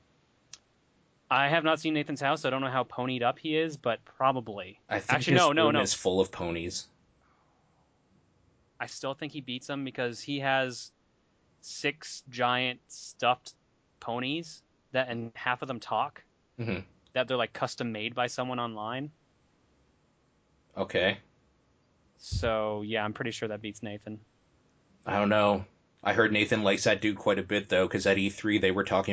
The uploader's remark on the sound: Last minute this turned into a live show, chatroom full podcast. I personally don’t feel this is indicative to the type of quality recordings we have put out in the past before or can produce.